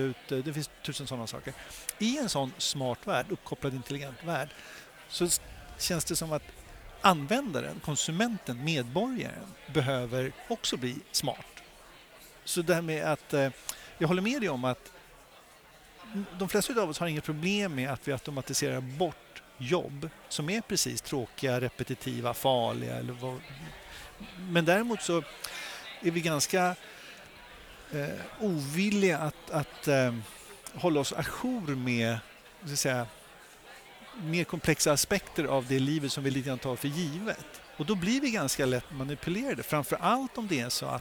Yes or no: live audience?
yes